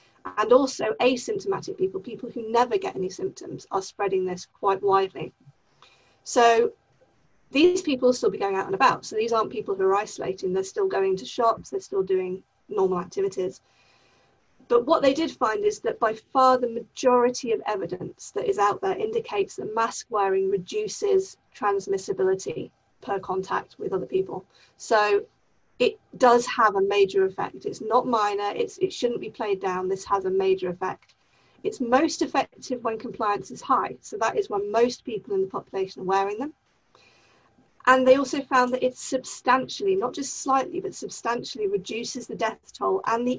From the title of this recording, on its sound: Pandemic Zoom Special